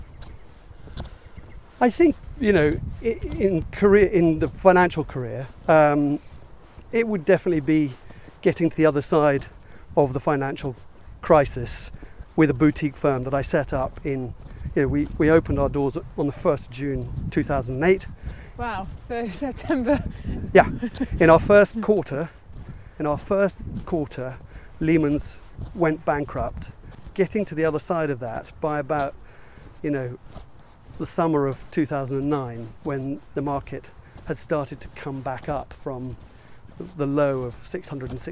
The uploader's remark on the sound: Walking around Ardington House in Oxfordshire